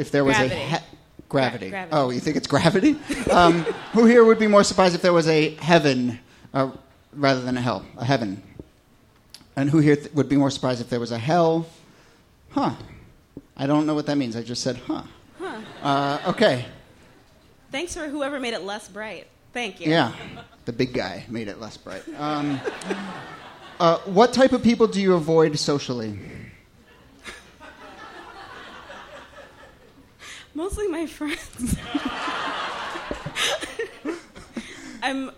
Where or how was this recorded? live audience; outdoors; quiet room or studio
live audience